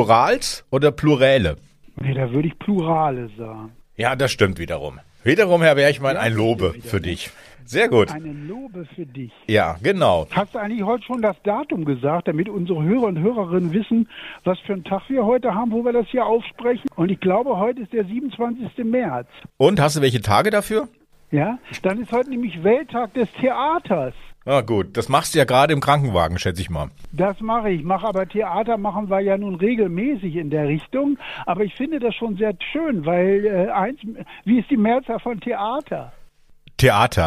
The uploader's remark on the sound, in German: Live aus dem Krankenwagen. Er sich nur per Telefon aus dem Notarztwagen melden kann.